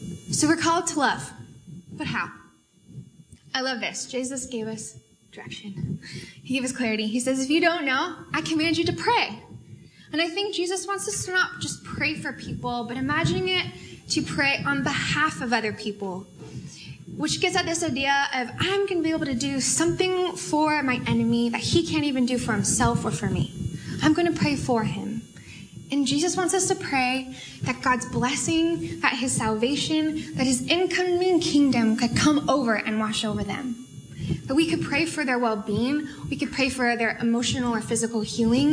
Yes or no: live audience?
yes